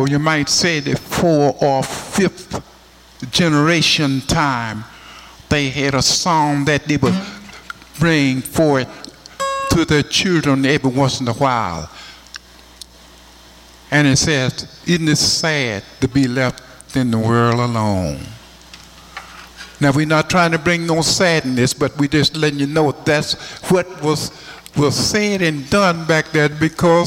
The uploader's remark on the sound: from a live concert recorded on the Piedmont Guitarists Tour in 1992-93